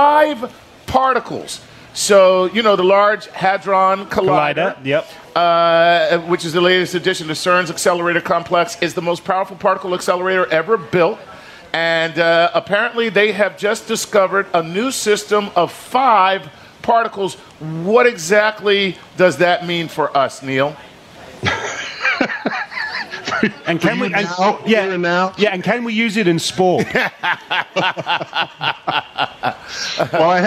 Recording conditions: live audience